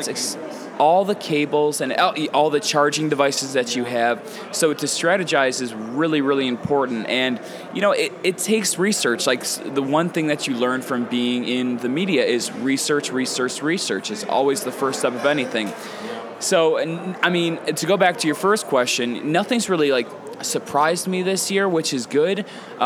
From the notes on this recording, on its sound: In a dual podcast recording. Recorded at SXSW 2016.